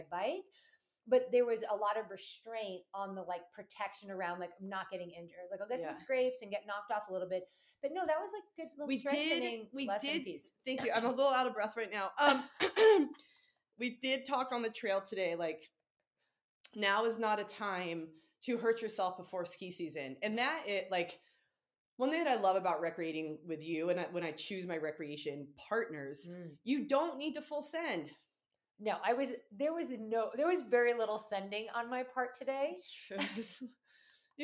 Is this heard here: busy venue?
no